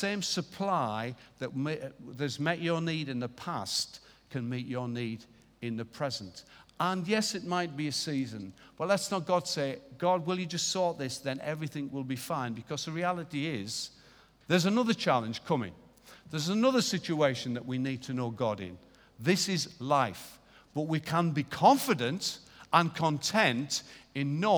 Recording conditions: large echoing room